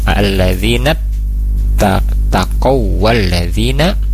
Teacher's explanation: Kemudian di qaw-nya di situ ada idgham mutamassilain, yaitu waw bertemu waw ya